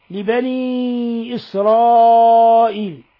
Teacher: مد منفصل لانفصال حرف المد عن الهمزة، في كلمة أخرى يمد من 4 إلى 5 حركات. لفظ إسرائيل مد متصل، مد متصل، وبينا أن سائر القراء لهم فيه تحقيق الهمزة، الهمزة الثانية، وأن أبا جعفر يسهل الهمزة الثانية مع المد والقصر.